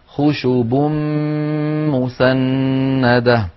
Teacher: خشب مسندة، خشب آخرها تنوين، خشب مسندة أولها ميم، فقلب التنوين إلى ميم فالتقى في النطق ميمان، فأدغمت الميم الأولى في الميم الثانية فصار خشب مسندة. · Term: الإدغام الكامل